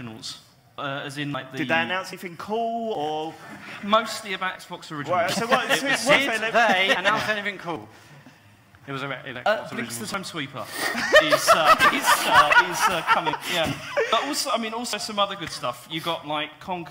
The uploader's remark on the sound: The Computer Game Show Live. Unfortunately due to unforeseen technical difficulties during recording, the sound on this is awful. This show was recorded live at EGX Rezzed 2018.